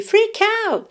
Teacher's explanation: essa letra T de out, né, consoante oclusiva, que poderia parecer mais, menos ou nada, quase não aparece